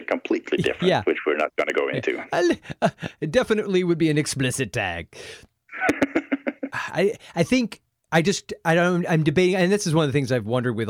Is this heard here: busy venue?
no